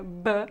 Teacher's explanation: no português nós tocamos firmemente os lábios, né? É um som bem bilabial, né?